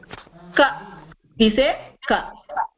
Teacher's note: The pronunciation starts from the throat for ka. · Term: Alpa Prana